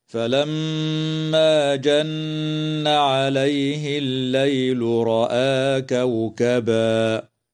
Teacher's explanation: قوله تعالى: فلما جن عليه الليل رأى كوكبا، الميم المشددة في كلمة فلما، وكذا النون المشددة في كلمة جن، حكمهما الغنة بمقدار حركتين وصلا ووقفا، وتمد الألف من كلمة رأى من قبيل مد البدل بمقدار حركتين، ويجوز الوقف على كلمة كوكبا من قبيل الوقف الكافي.